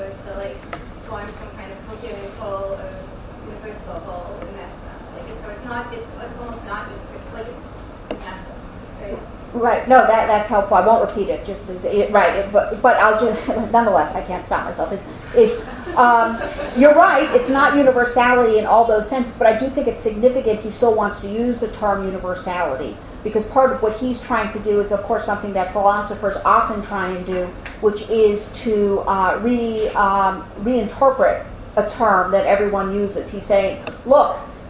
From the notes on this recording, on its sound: This audio was originally recorded on 12/24/2013 as part of Drisha's Winter Week of Learning.